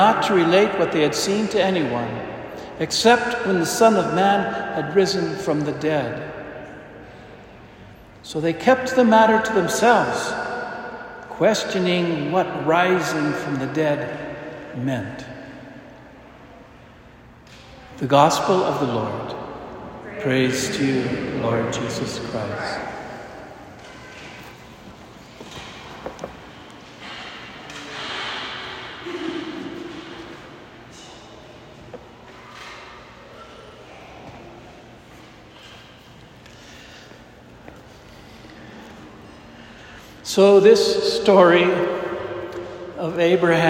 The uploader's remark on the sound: Homily delivered to the Saint Francis Catholic Community, Cuenca, Ecuador.